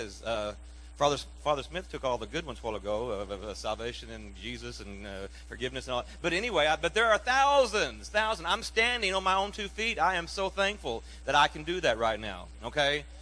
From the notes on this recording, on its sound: recorded during our recent citywide Thanksgiving Service, hosted by the Lake Granbury Ministerial Alliance at Generations Church